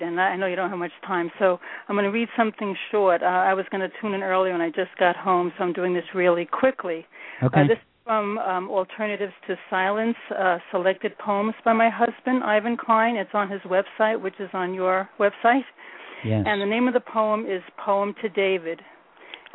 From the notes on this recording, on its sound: featured callers from San Gabriel, Los Angeles, Pasadena and Los Angeles, CA, Evanston, IL, Harpersville and New York, NY, Columbus, OH and Birmingham, AL